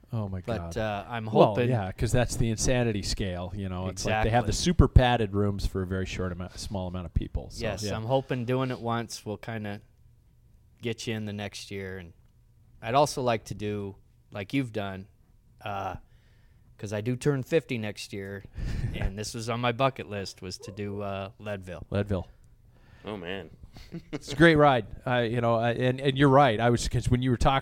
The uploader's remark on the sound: On location at MOJO Cyclery in Spokane Valley, WA